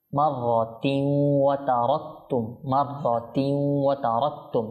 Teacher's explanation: তানবিনের পর ওয়াও এখানে ইদগামে বাগুন্না, তারপর র তাসদীদ হলে মাররা এটা কুর হবে, ঠিক আছে।